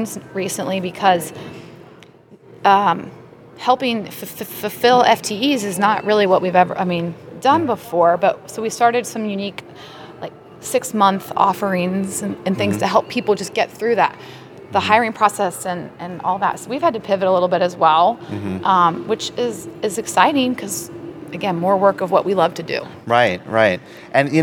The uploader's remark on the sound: Live from SHSMD 2022. Live from the National Harbor in Maryland. Who shares field reporting from the annual Society for Healthcare Strategy and Market Development 2022.